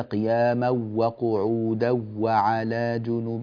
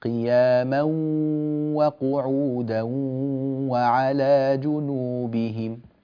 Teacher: أعطي الغنى قدرها. هذا تنوين جاء بعده حرف الواو، والواو من حروف الإدغام بغنة · Shown in: second take